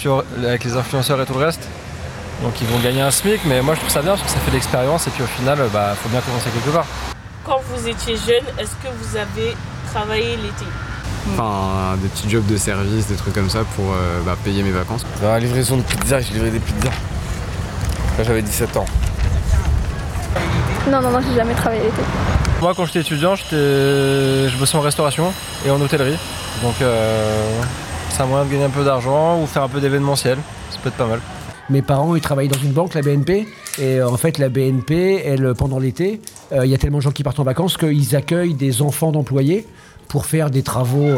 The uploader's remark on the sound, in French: enregistrer notre émission en plein air et en public place de Vénétie